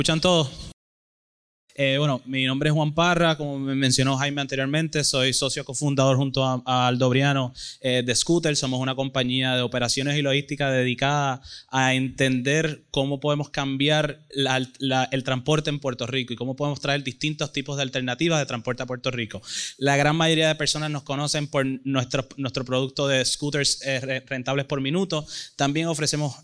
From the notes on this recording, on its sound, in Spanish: ¡En vivo desde el Boricua Emprende Fest!